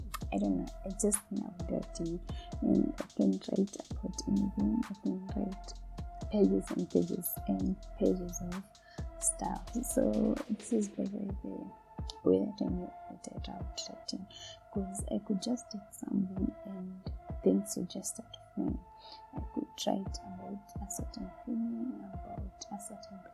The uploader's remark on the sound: Sorry for the sound quality.